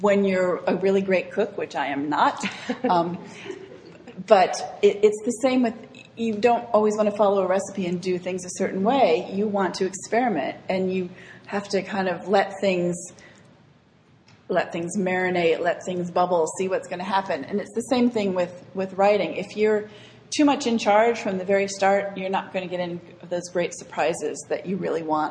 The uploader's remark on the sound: This segment was recorded with an audience at Barrington Area Library